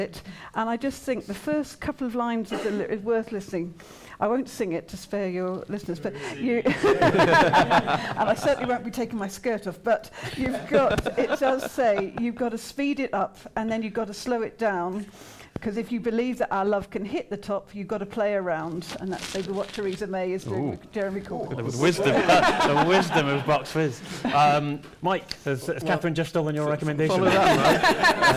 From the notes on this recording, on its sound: Brexit Breakdown LIVE episode at Podcast Live.